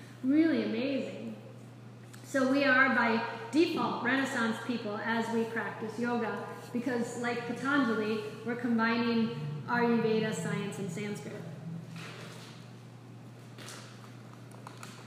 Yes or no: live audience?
yes